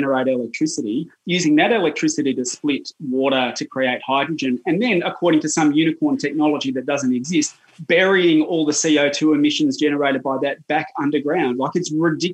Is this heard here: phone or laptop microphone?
no